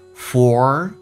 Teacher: For,重度卷舌，嘴巴凸出来收圆